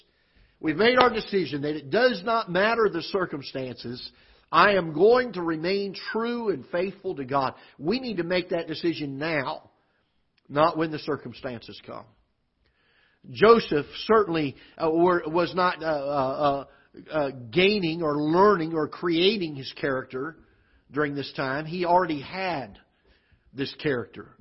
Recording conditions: large echoing room